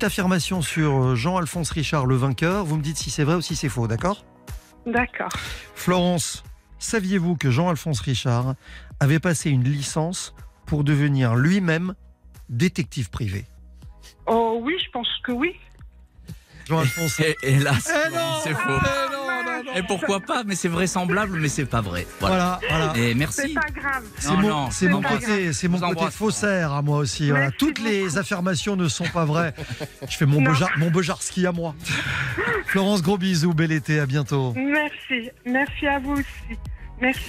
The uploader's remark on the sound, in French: Tout au long de l'émission, les auditeurs pourront voter en direct pour leurs histoires préférées afin d'élire le meilleur expert du jour ! En fin d'émission, le gagnant appellera en direct un auditeur ayant voté pour lui.